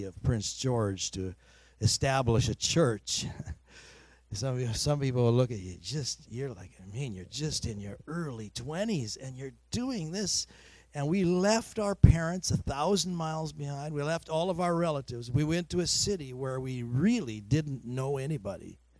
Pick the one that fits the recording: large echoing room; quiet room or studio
large echoing room